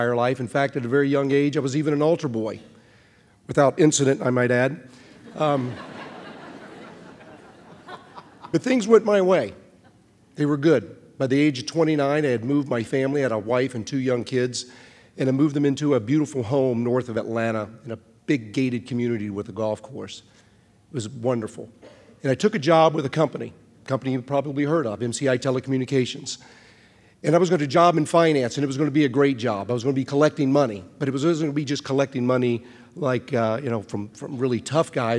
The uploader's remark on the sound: The Moth Radio Hour: Live in Boston